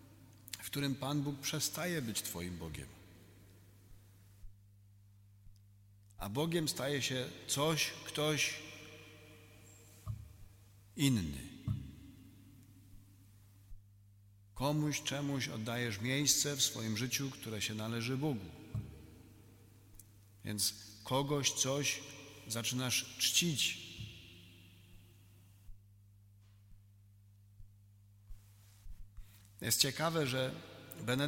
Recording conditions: live audience